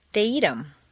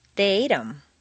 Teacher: in fluent speech, the TH of them is frequently dropped